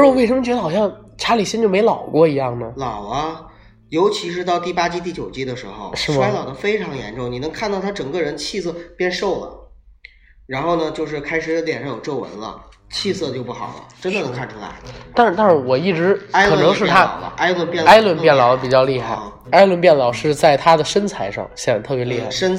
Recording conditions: background noise